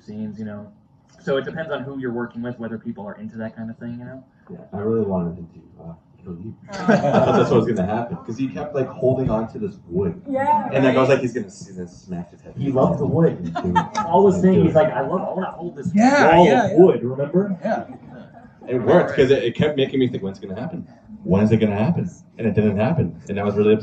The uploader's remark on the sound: SWEET RELIEF Live Show at Cinema Salem. To Salem MA to Cinema Salem for SWEET RELIEF.